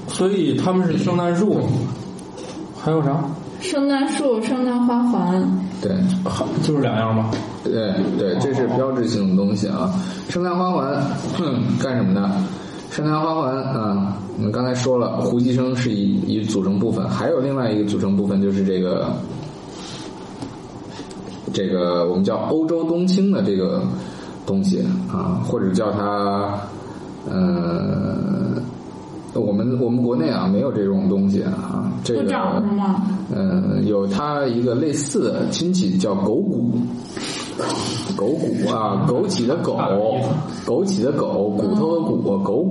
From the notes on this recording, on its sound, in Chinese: 本期节目在玉米实验室的办公区用录音笔录制，可能有街道上的杂音，请见谅。